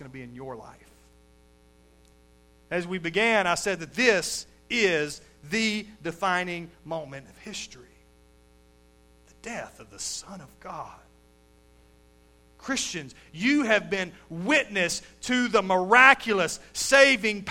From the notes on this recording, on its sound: Recorded live at Shindler Drive Baptist Church.